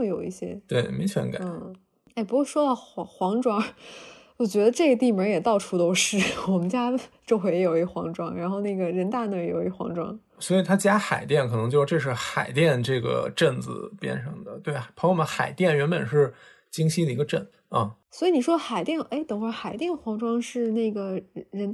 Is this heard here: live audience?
no